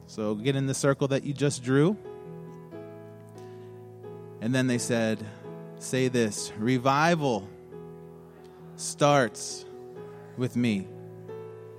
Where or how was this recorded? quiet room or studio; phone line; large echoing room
large echoing room